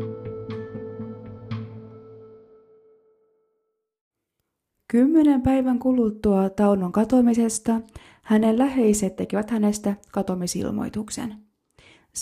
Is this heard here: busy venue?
no